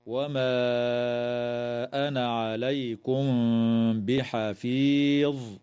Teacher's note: تخفى الميم الساكنة عند الباء مع الغنة